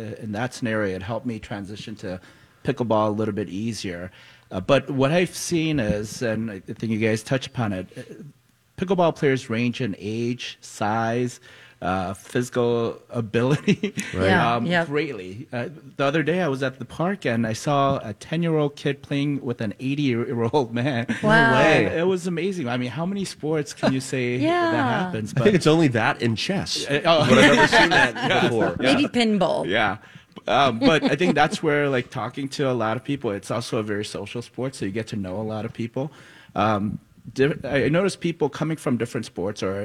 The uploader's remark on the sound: live from Lucky Shots Pickleball Club